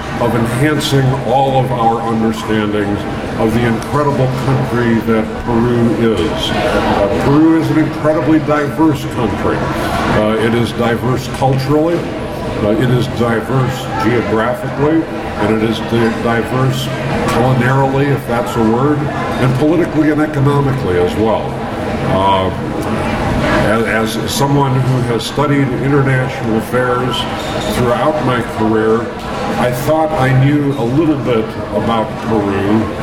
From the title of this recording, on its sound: YOP Conference- Opening Ceremony & Luncheon